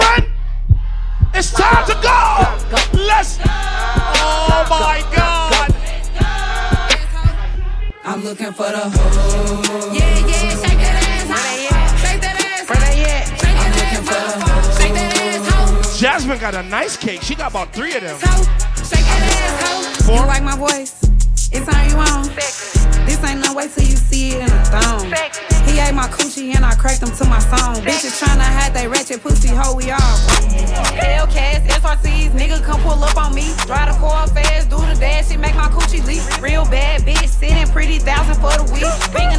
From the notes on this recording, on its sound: International Brunch Series Live At Polygon